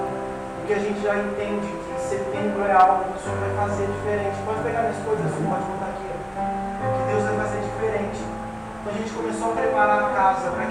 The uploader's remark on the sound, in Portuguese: O áudio não está com qualidade excelente.